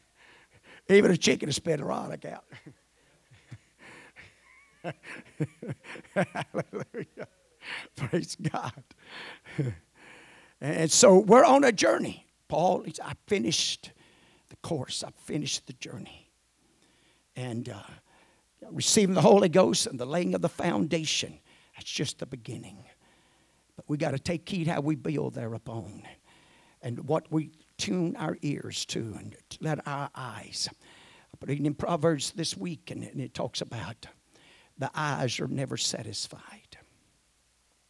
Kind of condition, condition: setting, large echoing room